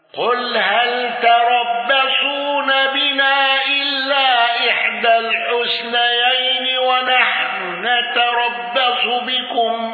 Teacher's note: أبو عمرو بقصر المنفصل والإدغام واندرج معه يعقوب